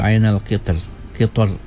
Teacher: qitr ro-nya di ujung tu tipis ya, misr. Baik, tetapi huruf ro yang berada dalam pada kalimah qitr, qitri, diutamakan dibaca tarkik, maksudnya diutamakan ditipiskan kerana asalnya di baris bawah ya.